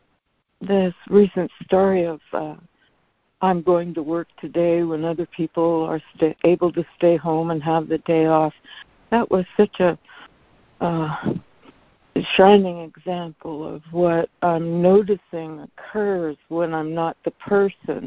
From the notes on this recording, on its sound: ACIM Daily Conference Call.